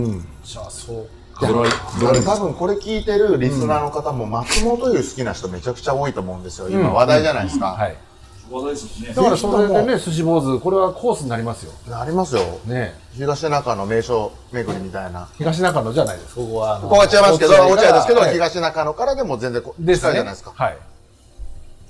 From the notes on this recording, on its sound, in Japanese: 収録終わりにサバナチームで寄った高田馬場駅と落合駅のちょうど間にある 【すし坊主】 。あまりにも素敵なお店だったので、その良さをみなさまに伝えるべく急遽マイクをオンにし収録スタート！